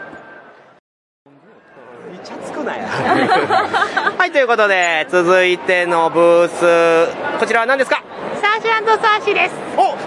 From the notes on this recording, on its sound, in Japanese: ゲームマーケット2022秋！会場インタビュースペシャル。録ってきました会場インタビュー50音源！！会場収録のため、騒音雑音が激しく入っております。